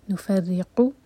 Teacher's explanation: را کے نیچے کسرہ تو را باریک اور قاف حلق سے